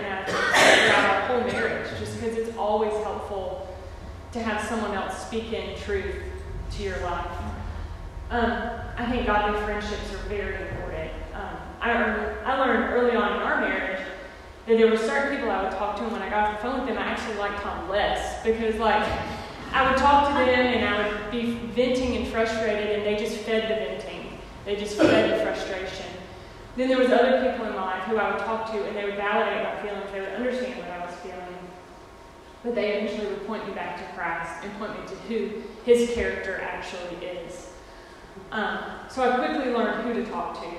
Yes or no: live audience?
yes